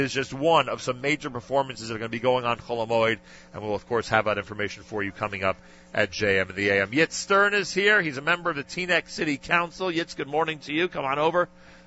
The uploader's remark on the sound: Live Remote Alert! JM in the AM live from Cedar Market in Teaneck, NJ. Presented an amazing Bergen County pre-Purim celebration live at Cedar Market in Teanack, NJ this morning.